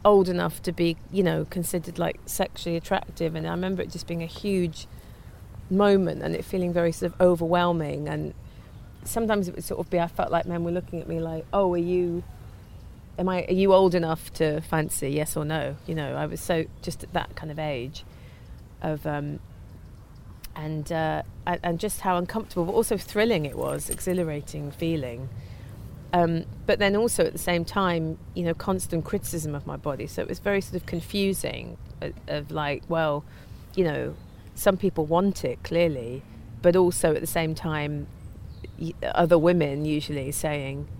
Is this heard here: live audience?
no